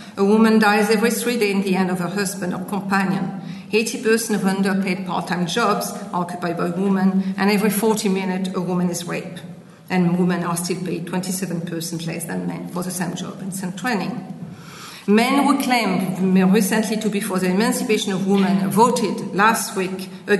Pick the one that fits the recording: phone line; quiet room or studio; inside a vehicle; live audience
live audience